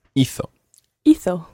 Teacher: with hizo, the stress is on the first syllable.